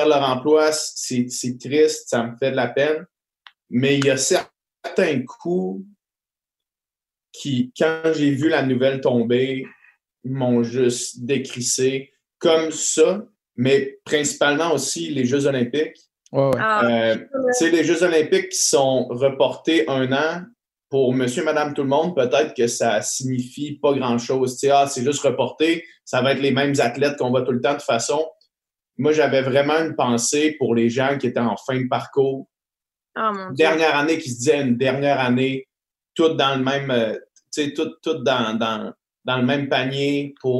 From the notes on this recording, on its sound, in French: Dans un podcast bien spécial enregistré dans nos demeures respectives en raison du confinement.